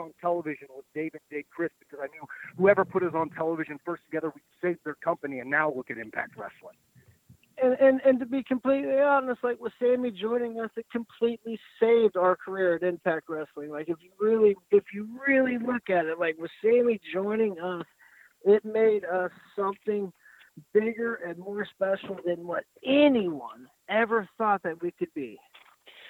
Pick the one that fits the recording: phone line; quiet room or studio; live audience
phone line